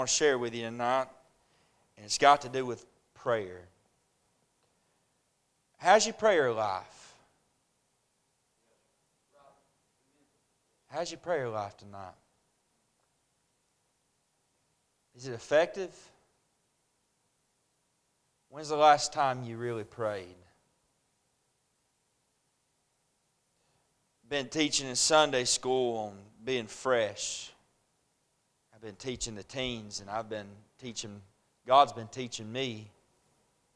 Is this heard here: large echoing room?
yes